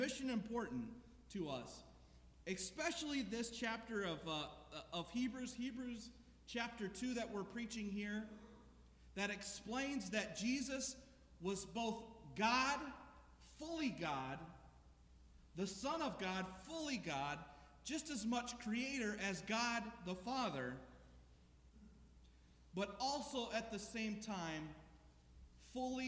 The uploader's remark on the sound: This sermon was preached at The Salvation Army Omaha Citadel Corps, 3738 Cuming Street.